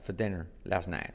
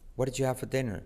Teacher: La R de for decae, for dinner last night.